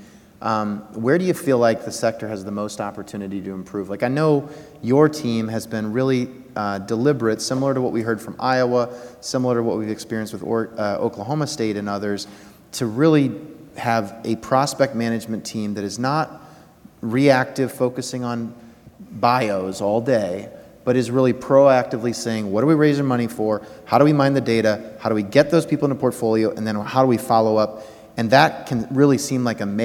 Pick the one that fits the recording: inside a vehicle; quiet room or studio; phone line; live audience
live audience